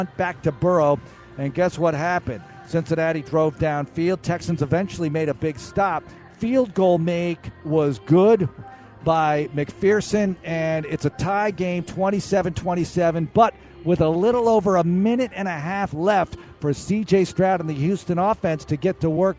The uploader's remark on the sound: audio from the locker room